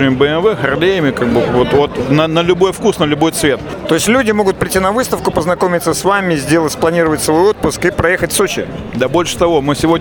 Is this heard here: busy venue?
yes